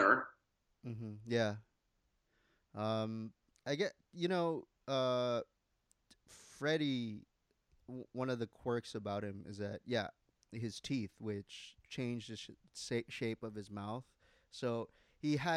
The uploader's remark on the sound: Continuing despite the onslaught of technical difficulties.